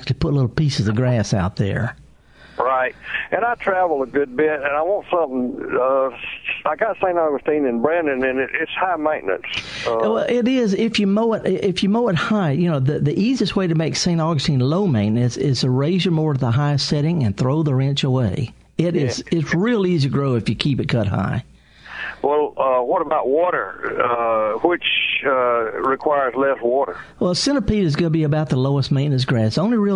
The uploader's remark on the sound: live in the studio taking your calls